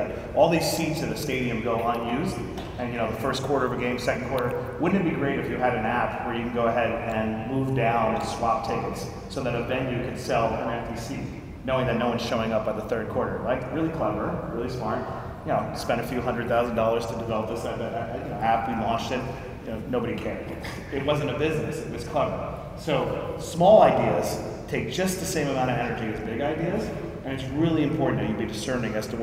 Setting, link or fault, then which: setting, live audience